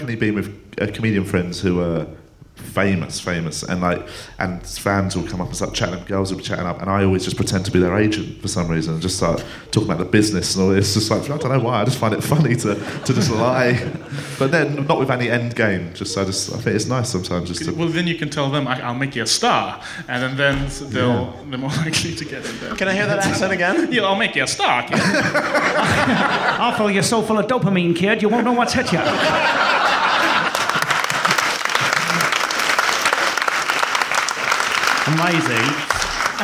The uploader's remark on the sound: Edinburgh Festival Special. Recorded at Edinburgh Festival.